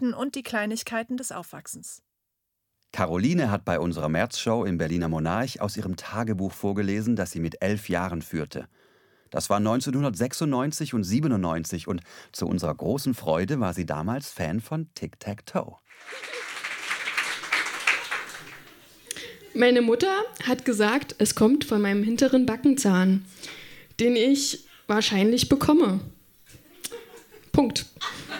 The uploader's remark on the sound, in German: Auswahl der Beiträge von der „texte von gestern“-Liveshow am 31.03.2019 im Monarch, Berlin. Heißen Dank an den Monarch, unser tolles Publikum.